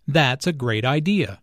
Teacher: Notice the emphasis on great.